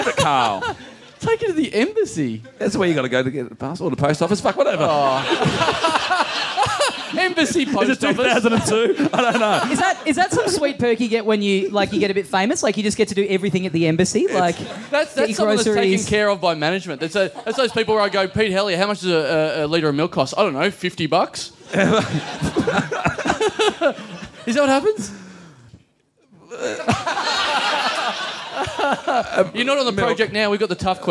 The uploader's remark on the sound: Recorded LIVE at Five Boroughs on Sunday April 13th, as part of the Melbourne International Comedy Festival.